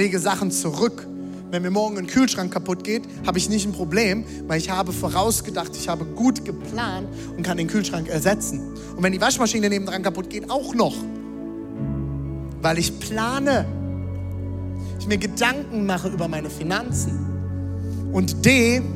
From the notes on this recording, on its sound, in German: Audiomitschnitt der Predigt.